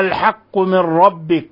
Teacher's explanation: نون ساكنة جاء بعدها حرف الراء، الحكم التجويدي إضغام بغير غنة، لأن حرف الراء من لأن حرف الراء هو حرف إضغام بغير غنة.